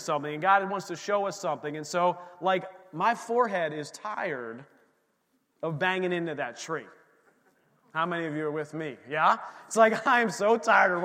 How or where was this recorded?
large echoing room